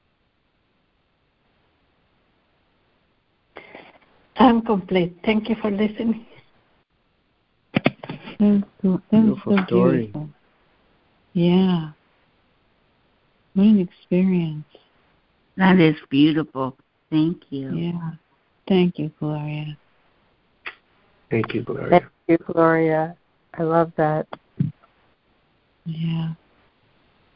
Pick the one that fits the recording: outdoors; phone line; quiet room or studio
phone line